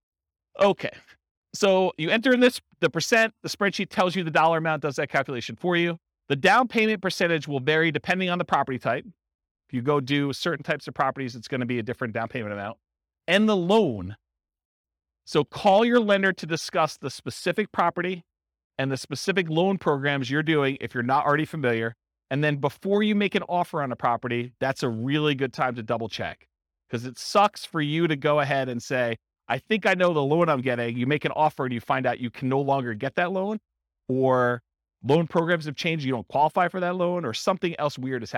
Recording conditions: live audience